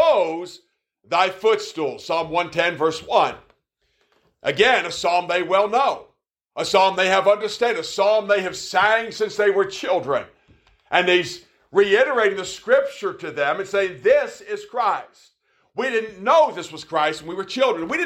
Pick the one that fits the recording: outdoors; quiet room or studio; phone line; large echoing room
large echoing room